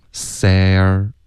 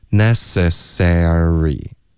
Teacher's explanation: 从一个 s 融进去一个 re，这个音比较难发。necessary，美式的发音就保持四个音节 necessary，第三个音节会难一点，因为它要求一个滑动 sare，OK，有一个 a 滑到儿化音